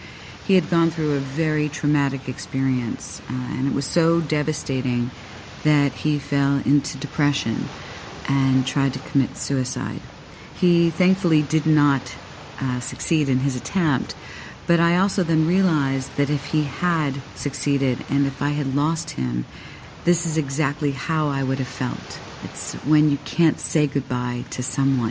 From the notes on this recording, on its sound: Captured with the sound of gentle waves on a balmy day in Singapore.